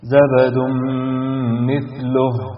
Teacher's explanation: هنا تنوين جاء بعده حرف الميم، والميم من حروف كلمة ينمو اللي حكمها الإدغام بغنة